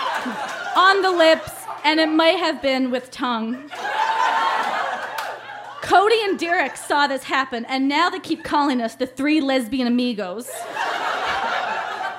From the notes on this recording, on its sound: Recorded live at The Company House in Halifax, NS.